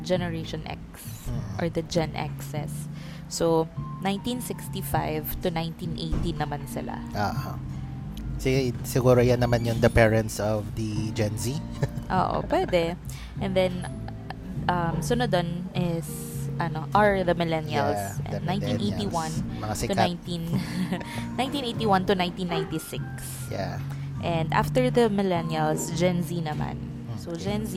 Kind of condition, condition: setting, busy venue